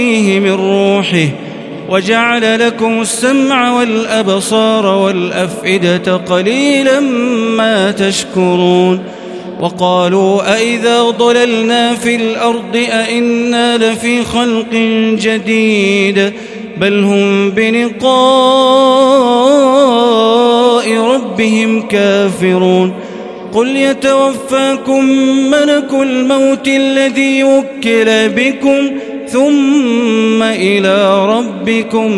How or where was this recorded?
large echoing room